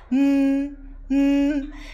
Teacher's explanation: 双唇紧闭舌尖自然地平放在你的下颚里。 · Term: 鼻音